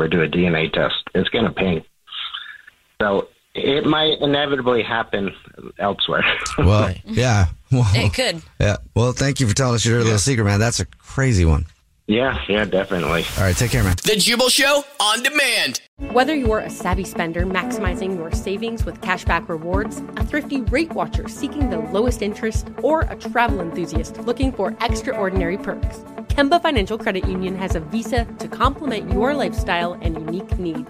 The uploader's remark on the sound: There is a guy on the phone who has a secret about his family that could completely change his family.